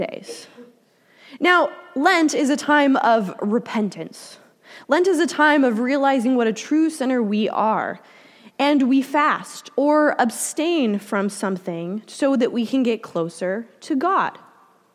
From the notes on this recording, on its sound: Delivered during the Contemporary Worship service.